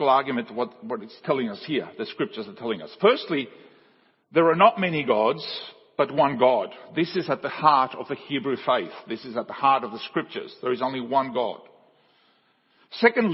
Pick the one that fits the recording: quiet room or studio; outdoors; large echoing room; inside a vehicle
large echoing room